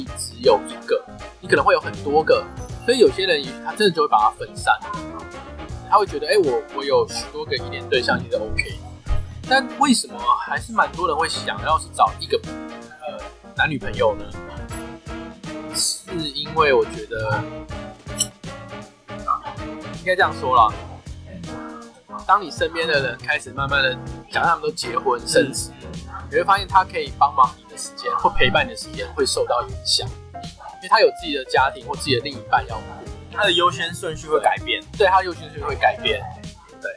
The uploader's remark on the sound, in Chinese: 本集音檔為 2019 年錄製，錄製時收錄較多環境雜音，已降噪處理加上背景音樂